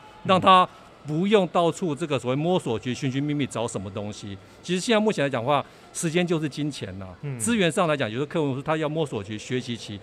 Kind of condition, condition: setting, busy venue